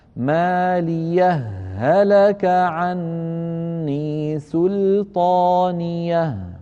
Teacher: فيدغم هاء مالية في هاء هلك ويكون النطق بهاء مشددة، هكذا مالية هلك عني سلطانية، هذا صحيح جائز وهذا صحيح جائز، وهذا لورش ولغير ورش من القراء الذين يعني ينطقون هاتين الهاءين.